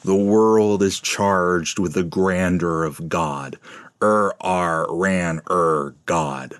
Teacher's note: the vowels, for most of the line, are tied up with these chunky consonant sounds before opening it up in the last word